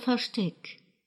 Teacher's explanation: В слове «ферштек» – «прятки» ударение падает на второй слог, поскольку приставка «фер» всегда безударна.